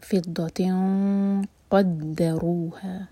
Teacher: فضۃن اس کے بعد ہے قاف، تو ہمارا اخفاء ہیوی ہوگا